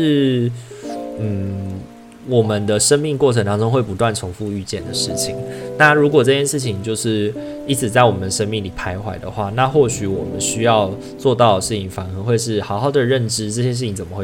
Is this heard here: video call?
no